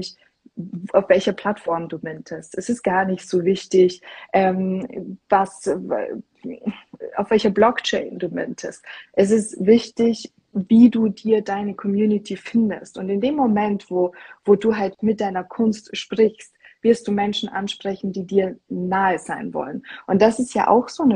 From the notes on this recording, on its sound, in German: In diesem INSTA-LIVE Gespräch